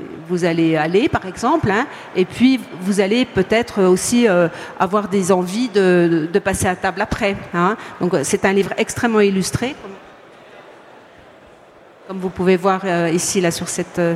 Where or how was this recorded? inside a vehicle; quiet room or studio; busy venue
busy venue